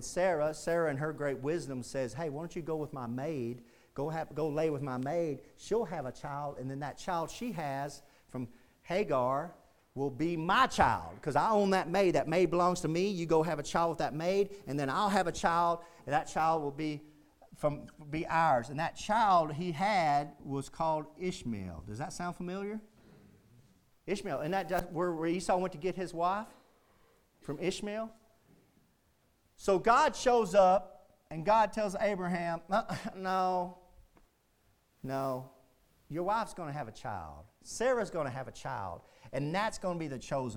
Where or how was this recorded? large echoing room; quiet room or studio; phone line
large echoing room